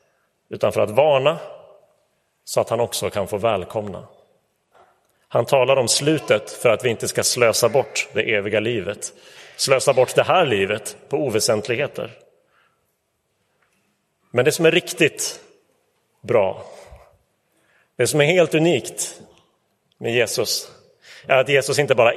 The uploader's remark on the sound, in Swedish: Inspelad i Roseniuskyrkan den 26 november 2023.